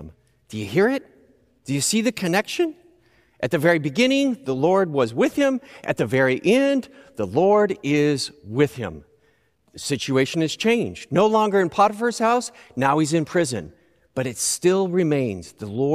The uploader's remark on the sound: Recorded live at Beatitudes Church in Phoenix, AZ